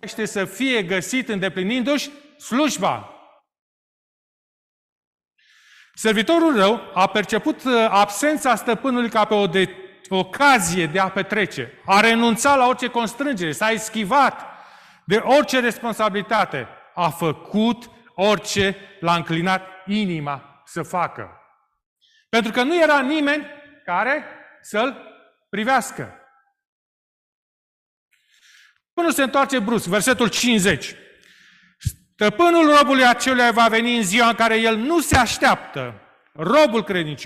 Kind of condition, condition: setting, large echoing room